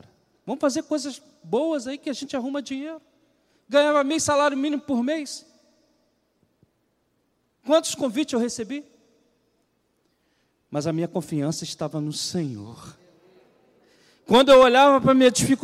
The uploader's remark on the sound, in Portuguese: CULTO DE LOUVOR E PALAVRA AO VIVO